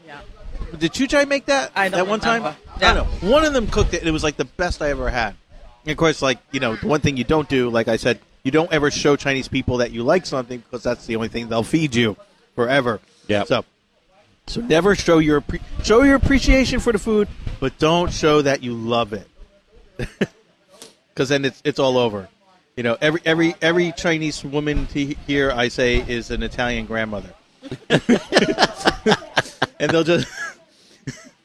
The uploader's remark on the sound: BBQ remote show. This episode was recorded from Shantou Lo's BBQ in the Doumen District of Zhuhai.